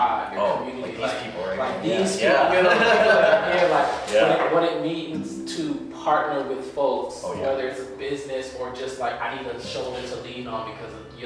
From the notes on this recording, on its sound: We had this interview live in one of his listed properties with several people in attendance. The island of Oahu in Hawaii.